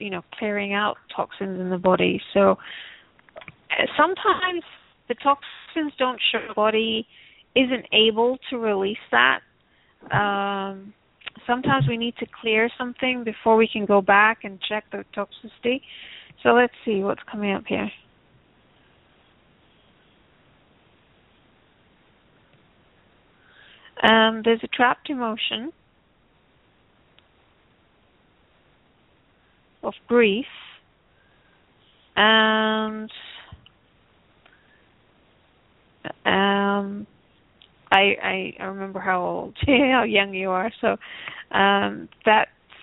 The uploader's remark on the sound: Takes your calls for healing live today!